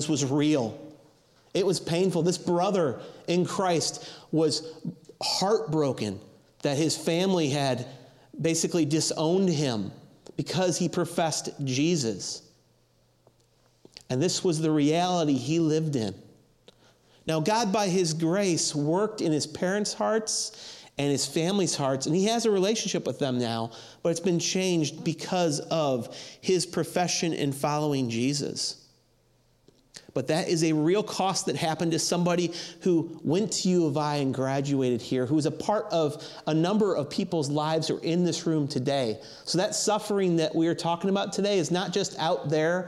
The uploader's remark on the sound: audio from New City Church in Champaign-Urbana, IL